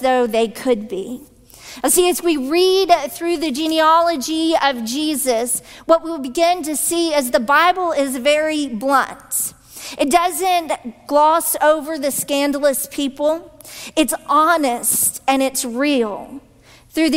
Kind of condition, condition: setting, large echoing room